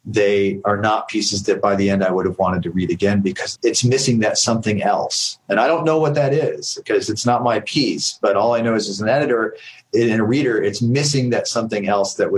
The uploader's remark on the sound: Answering questions from the live cohort who came to our call attended by writers in the Lit Mag Love course. This call happened in the first year of the pandemic.